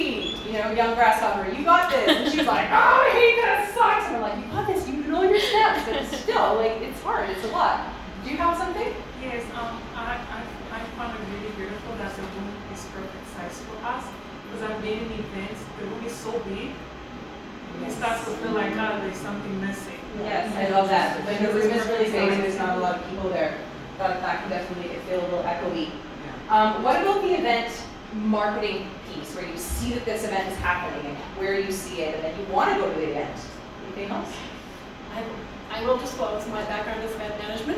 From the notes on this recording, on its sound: This episode is a recording from our February 2024 In-Person Event held in Calgary, Alberta.